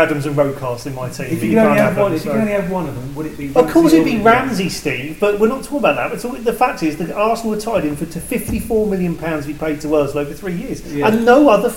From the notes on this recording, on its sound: apologies for the background noise which is due to an issue with our recording equipment.